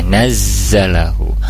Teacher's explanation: Kul nazzalahu, kemudian nazzalahu ada zai tasdid, di mana di sana huruf zai memiliki sifat mengalir ya, khawa suaranya. Kemudian nazzalahu ada desisnya gitu ya, ada sofirnya, nazzalahu.